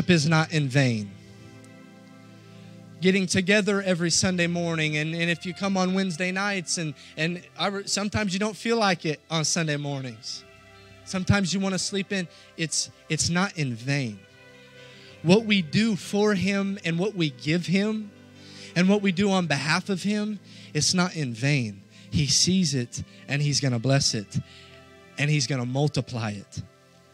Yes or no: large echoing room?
yes